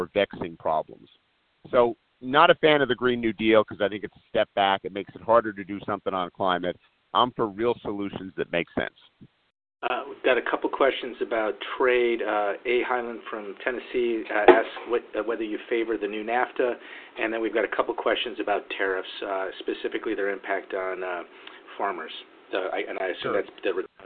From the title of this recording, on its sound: Solutions 2020 conference call